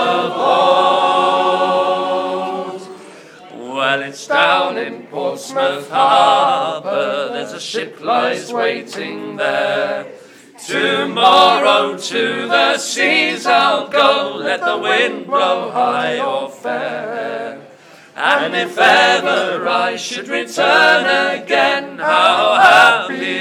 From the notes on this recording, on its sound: A bonus live track recorded last night at The O’Reilly Theatre, Oxford.